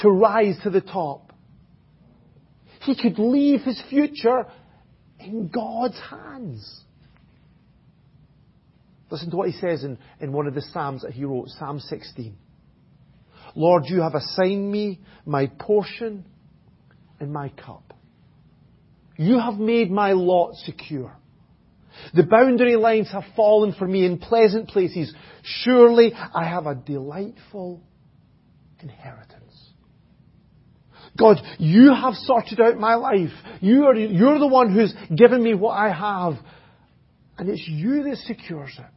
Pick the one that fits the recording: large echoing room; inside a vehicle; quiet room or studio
large echoing room